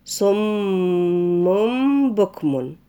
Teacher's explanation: لازم نقف الأول على الميم كويس بتاعت صم، نديها حقها في طول الغنة